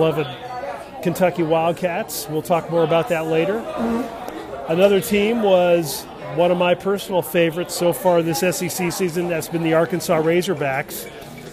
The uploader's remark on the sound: On location from Bier.